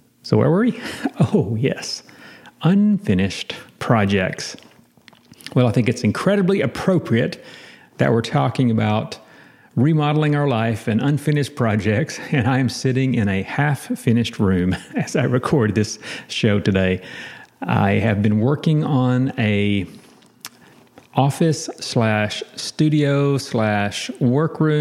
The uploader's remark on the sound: How appropriate that I am sitting in a half-finished room as I record this!